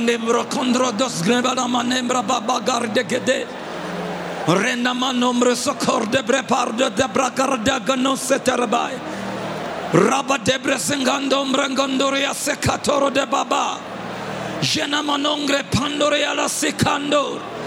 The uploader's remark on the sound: preached at Grace Bible Church Pimville at the 9am service on the 14th of August 2022